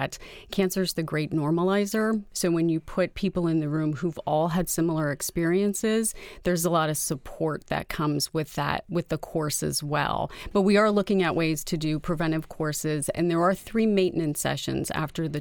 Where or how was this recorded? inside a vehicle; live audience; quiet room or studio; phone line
quiet room or studio